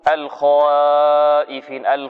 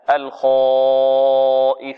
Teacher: نبهنا عن بعض الأخطاء، قلنا إن هناك من يرقق الألف بعد حرف الاستعلاء، يقول مثلا قال الخائفين، وهذا منطوق عند بعض الطلاب، يقول الخائفين، هذا خطأ. فينبغي على القارئ أن يقرأ الألف مفخمة بعد حرف الاستعلاء · Shown in: second take · سواء كانت بمقدار حركتين أو أربع حركات أو ست حركات، هكذا الخائفين.